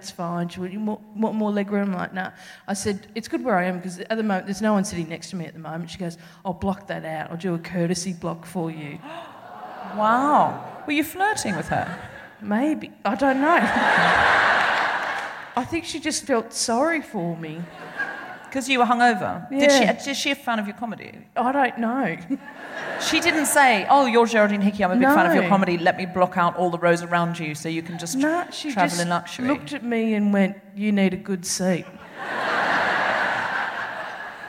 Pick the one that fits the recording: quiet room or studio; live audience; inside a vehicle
live audience